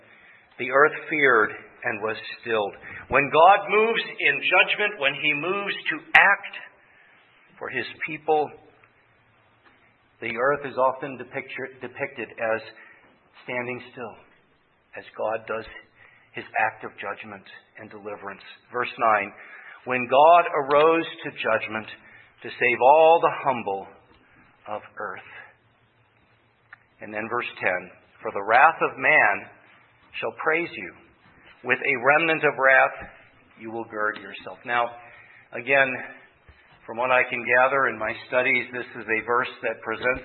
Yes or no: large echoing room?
yes